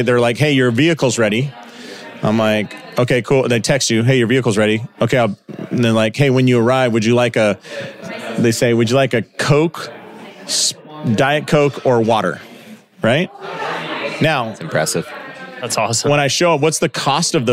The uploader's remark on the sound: Live in St. Louis at Winchester Spine and Sport. This episode was recorded during a Clinic Gym Hybrid Live Event in St.